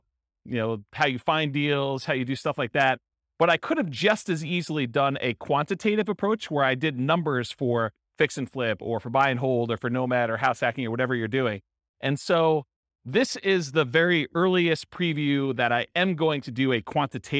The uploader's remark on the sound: This was a live class recorded